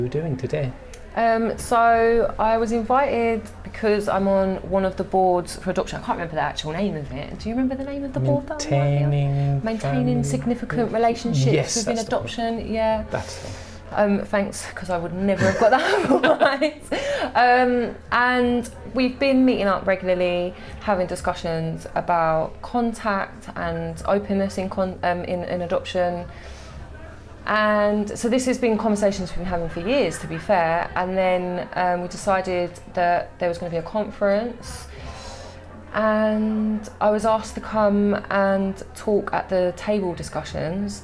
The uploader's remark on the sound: Openness in Adoption Conference ’23. Exclusively in person. The audio is ok but you do get to hear some background noise, a sound check and kitchen sounds.